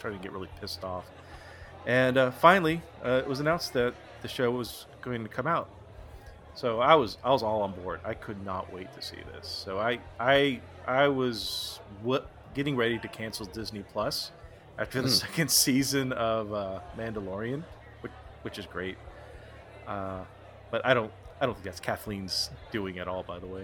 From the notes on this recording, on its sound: This discussion was recorded in front of a live bar-side audience